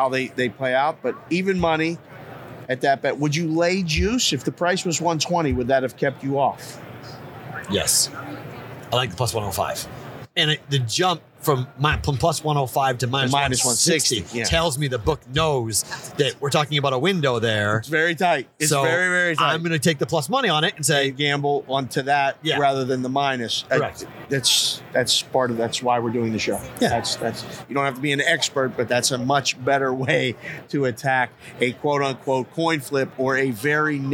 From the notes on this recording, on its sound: Live on RADIO ROW for the Super Bowl in LA. The show from Los Angeles!